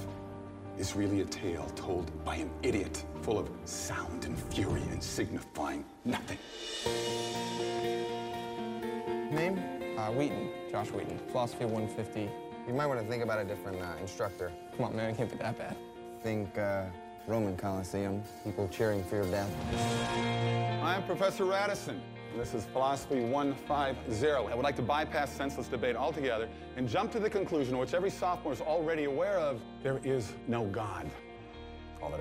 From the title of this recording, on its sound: Sermon Audio From Sunday Morning 9.4.16